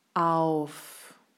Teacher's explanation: Es ist wie ein Gleiten. Ein Gleiten vom A ins O und dann in den nächsten Buchstaben.